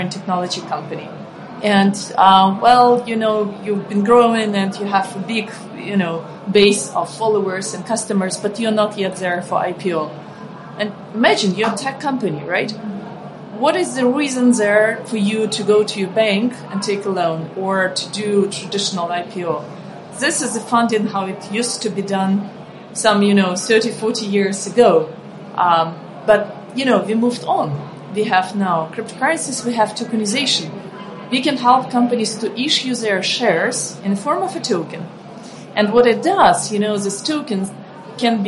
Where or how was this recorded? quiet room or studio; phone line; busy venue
busy venue